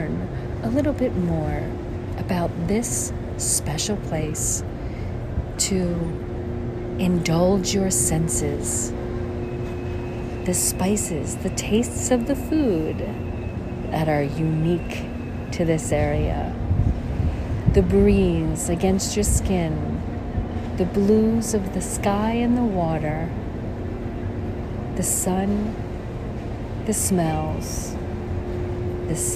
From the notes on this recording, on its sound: On Location Walk and Talk. Philipsburg, Sint Maarten.